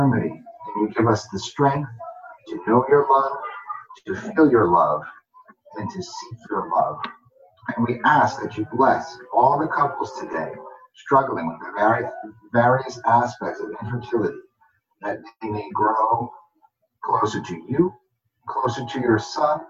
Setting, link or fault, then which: link, video call